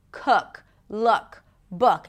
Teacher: Fool, tense oo, full. So the jaw drops a bit, the tongue is a little lower, the lips round just a bit.